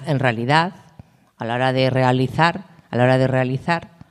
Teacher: En realidad, a la hora de realizar, porque si no lo marcas, no marcas la, R, la E, la R es un sonido muy potente y directamente se zampa la E